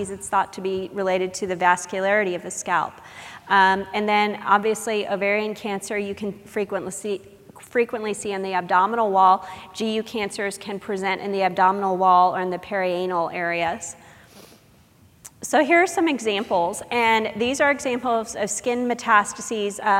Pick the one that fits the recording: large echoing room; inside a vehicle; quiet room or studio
large echoing room